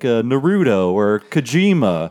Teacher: It's the second vowel or the second syllable is the one that gets emphasized in at least American speech.